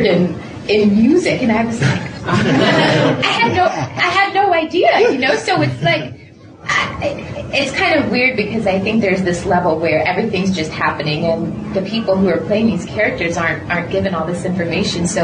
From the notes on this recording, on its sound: From New York Comic Con in 2009 , I attended a press conference